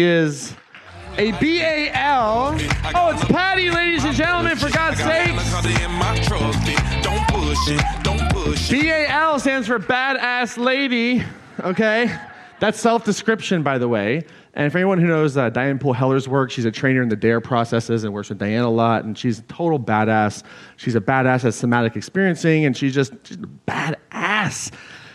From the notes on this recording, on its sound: This excerpt is from Claim Your Power Live 2019 in Atlanta, GA.